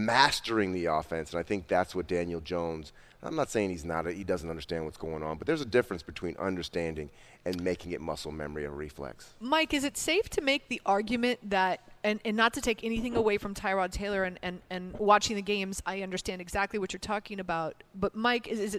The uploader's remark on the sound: live from The Meadowlands Racetrack